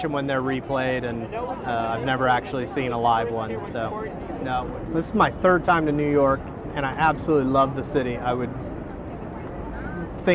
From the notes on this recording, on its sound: while recording at Times Square in New York City.